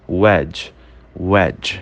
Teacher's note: Quando você vê uma palavra que tem o D, a letra D, e logo em seguida a letra G, você já sabe que o D é mudo e que ele dá uma deslizada já para o som do G